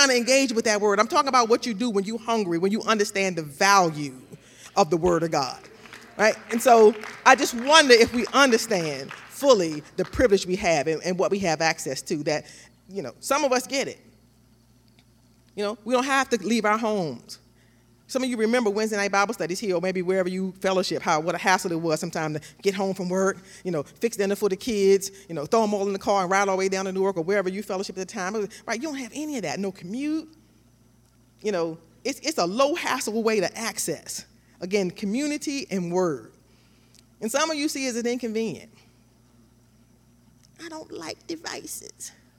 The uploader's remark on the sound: This JAT was recorded live on January 23rd, 2022 at Newark United Pentecostal Church.